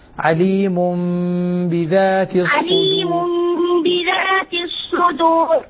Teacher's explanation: لاحظ الإخفاء، عليم بذات الصدور، هنا في قلب عليم بذات الصدور، نقلبها لميم ثم نخفيها